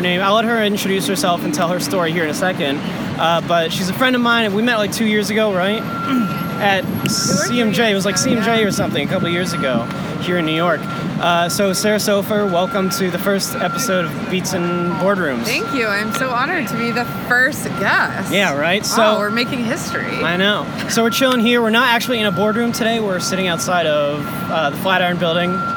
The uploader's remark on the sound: ditch the boardroom for a sidewalk cafe on the busy streets of NYC